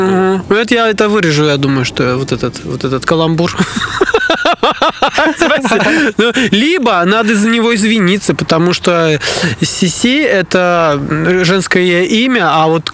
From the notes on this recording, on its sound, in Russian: выпуск подкаста записали в лесу